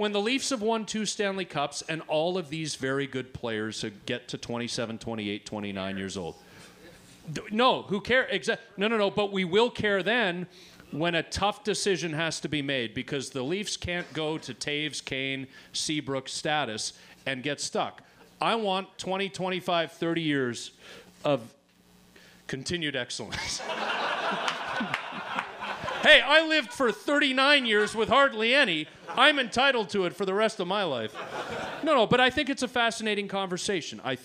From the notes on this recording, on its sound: Leaf Report Live At The Rivoli. Broadcast in front of a live audience at the Rivoli in Toronto.